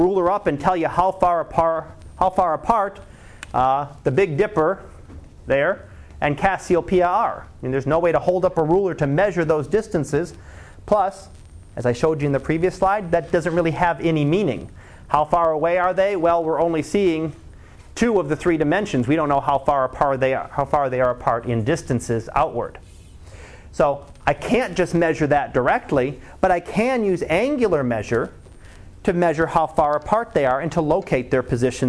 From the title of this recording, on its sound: Live Class Lecture